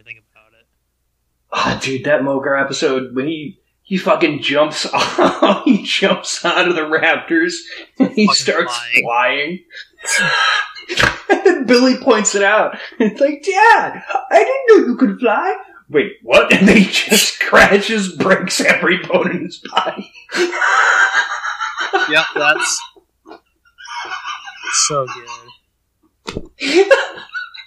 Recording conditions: poor sound quality